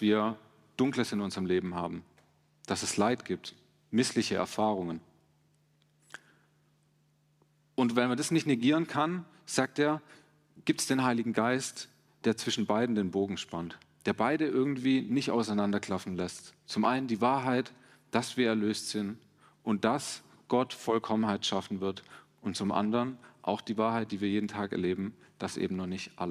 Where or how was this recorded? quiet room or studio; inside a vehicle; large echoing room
large echoing room